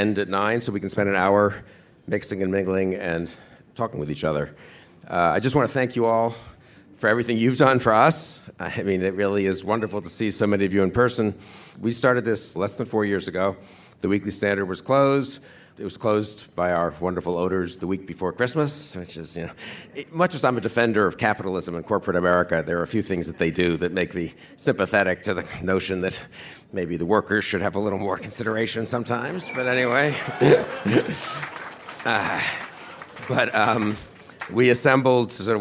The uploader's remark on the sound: At our first live show